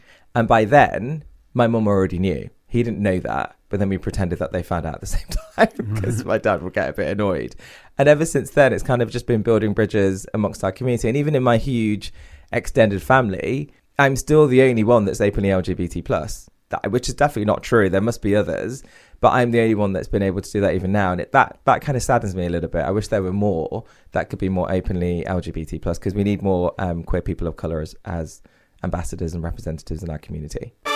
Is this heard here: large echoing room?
no